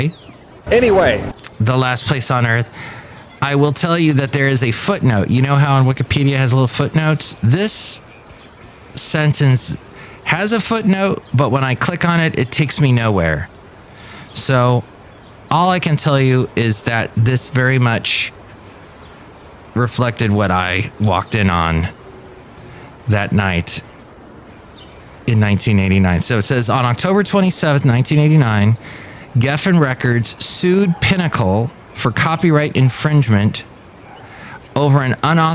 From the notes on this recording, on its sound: podcasts live from Café Anyway